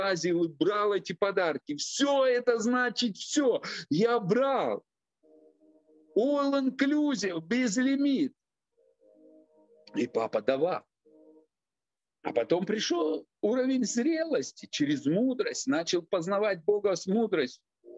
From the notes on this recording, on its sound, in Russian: Zoom-встреча с командой.